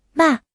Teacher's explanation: 第四声，去声，声音从高处急速下降，短促有力，像下命令一样果断。